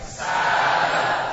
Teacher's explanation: Nah, alifnya tipis karena sebelumnya tipis